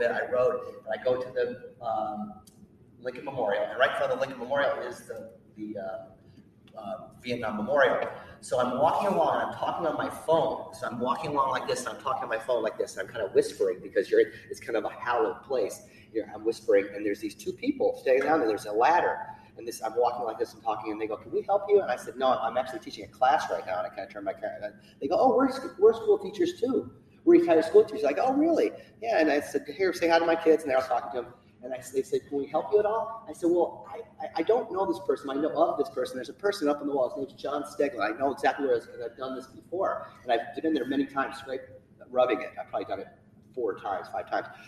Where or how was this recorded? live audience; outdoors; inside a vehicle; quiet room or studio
live audience